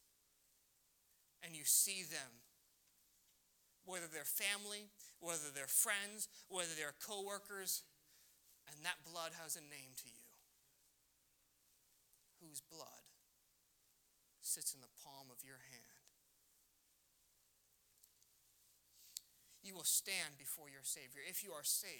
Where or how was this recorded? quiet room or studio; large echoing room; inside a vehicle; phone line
large echoing room